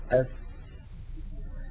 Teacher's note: ومجموع هذا العمل كله يتابع طريقه إلى الخارج فينشأ صوت هو صوت السين ناتج من اصطدام الهواء بالصفحة الداخلية للثنايا العليا ومن اصطدامه بالصفحة الداخلية للثنايا السفلى ومن مروره بين الأسنان